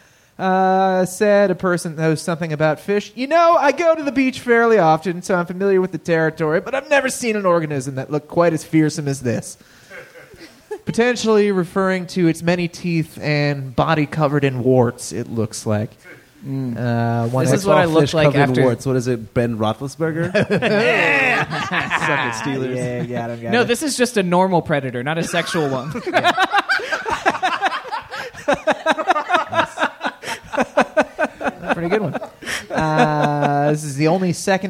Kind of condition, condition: setting, live audience